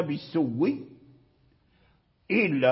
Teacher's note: فأدغم الواو الساكن في المتحرك، أدغم الواو الساكن وهو الأول في الواو المتحرك وهو المبدل · Term: إدغام المثلين